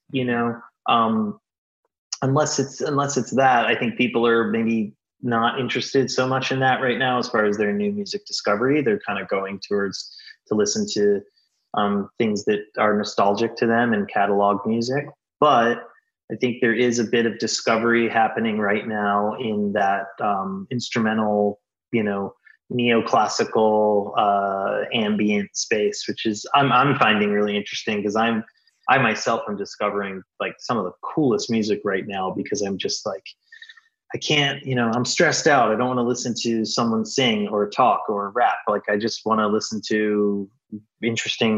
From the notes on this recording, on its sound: This is a live episode, virtually, on Zoom. They were able to ask questions at the end of the episode.